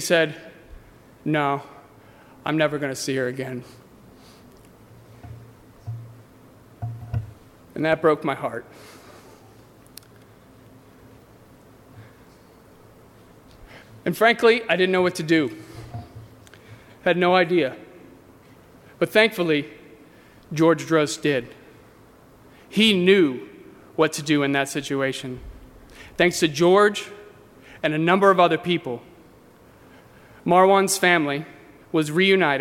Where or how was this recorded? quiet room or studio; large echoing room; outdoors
large echoing room